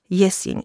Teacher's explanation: Jesień nie zmieniła się do naszych czasów szczególnie, poza tym, że w nagłosie, czyli na początku wyrazów, dodano jej jotę i w tej postaci występuje do dzisiaj.